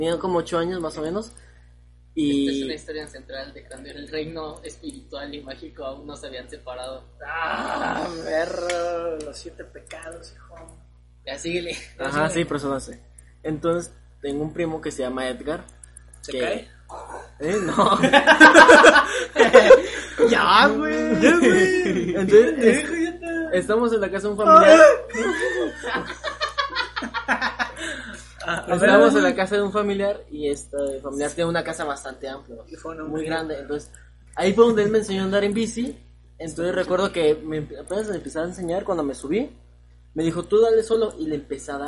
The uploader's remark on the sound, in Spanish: Lamentamos el sonido de fondo, prometemos mejorar el audio